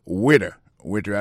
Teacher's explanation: accent tombé sous le premier syllabe